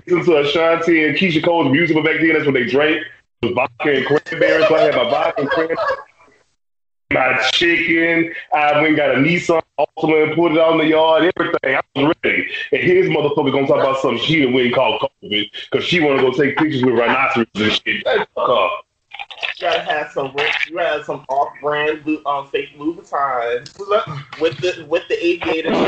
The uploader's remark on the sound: slight issue with audio